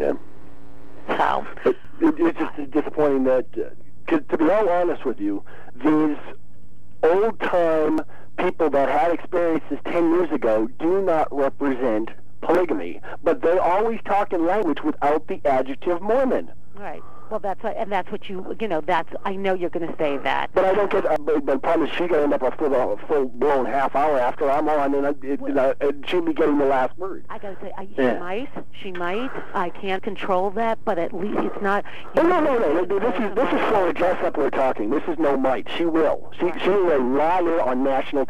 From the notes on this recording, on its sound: This episode is that phonecall interview. “phoner” interviews (i.e., by telephone).